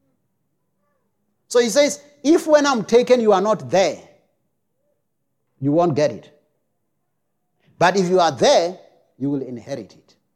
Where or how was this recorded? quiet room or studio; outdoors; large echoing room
large echoing room